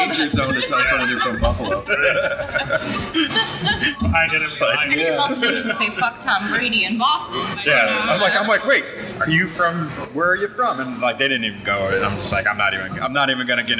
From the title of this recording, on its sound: Live at Mortalis